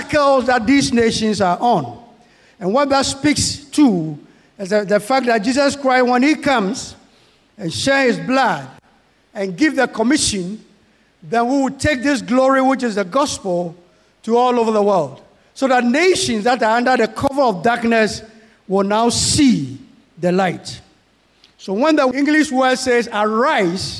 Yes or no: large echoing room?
yes